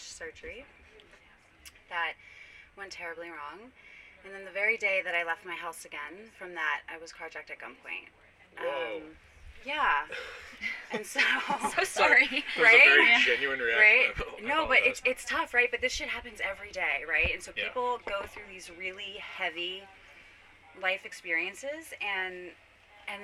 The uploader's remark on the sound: This interview was done on-site at the Women of Cannabis Conference - hence the background noise.